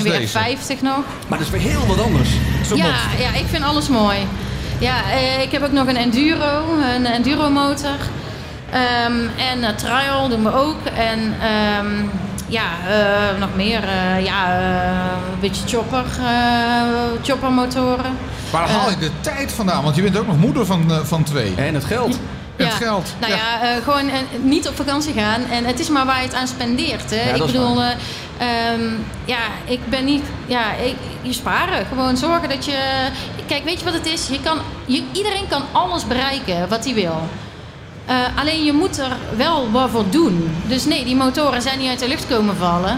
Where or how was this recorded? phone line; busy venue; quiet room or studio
busy venue